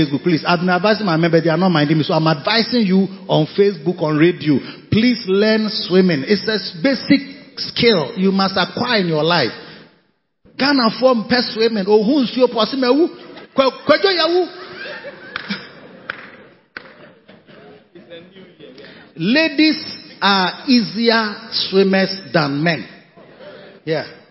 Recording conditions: large echoing room